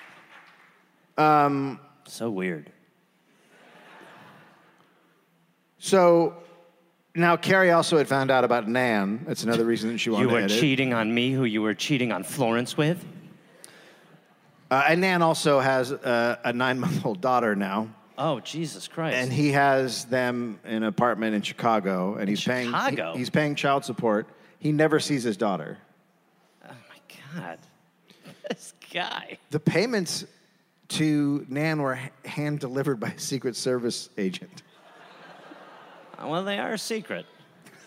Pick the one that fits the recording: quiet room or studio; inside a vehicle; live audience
live audience